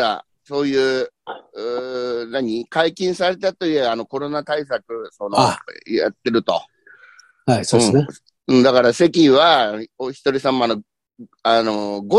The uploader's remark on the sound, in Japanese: ZOOMで収録